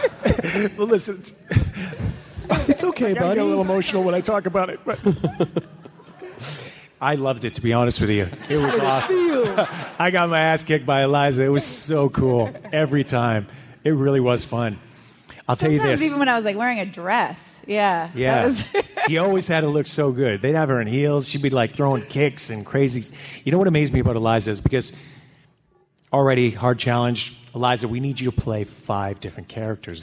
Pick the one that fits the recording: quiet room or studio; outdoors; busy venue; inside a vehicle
busy venue